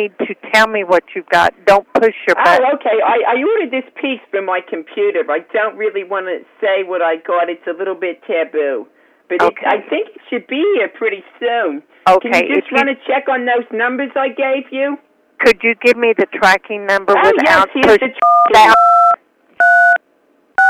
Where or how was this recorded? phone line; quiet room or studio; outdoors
phone line